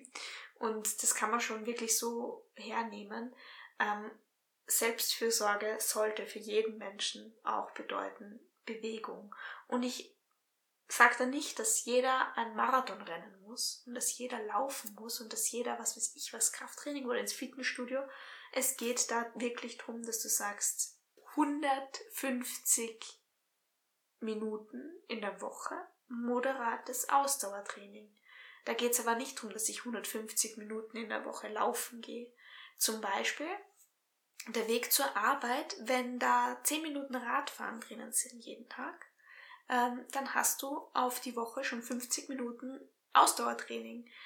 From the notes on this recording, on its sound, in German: Hinweis: Die Tonqualität dieser Folge ist leider nicht optimal. Wir sind noch Neulinge auf dem Gebiet, arbeiten aber daran dies in den zukünftigen Folgen zu verbessern.